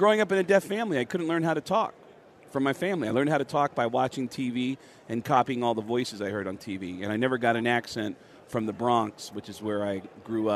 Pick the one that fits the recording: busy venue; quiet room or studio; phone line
busy venue